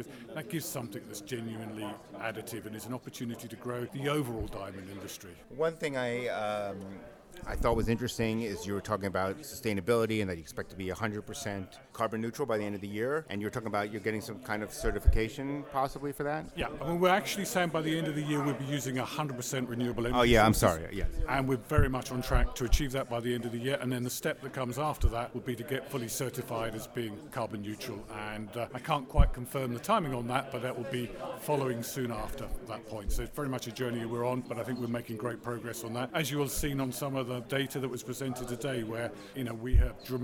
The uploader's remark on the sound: interviews they conducted live on the JCK show floor